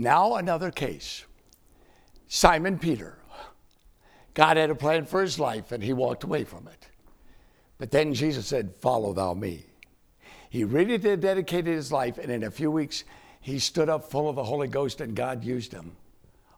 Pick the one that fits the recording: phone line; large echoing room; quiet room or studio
large echoing room